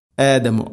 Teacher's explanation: ആദമു എന്നതിലെ ആ ഹംസ ഉച്ചരിക്കുന്ന സമയത്ത് കൃത്യമായിട്ട് അതിനെ കനം കുറപ്പിച്ചുച്ചരിക്കണം. ആദമു ഓദമു അല്ല ഫതലഖാ ആദമു അല്ല ഫതലഖാ ആദമു ഇങ്ങനെ ഉച്ചരിക്കണം.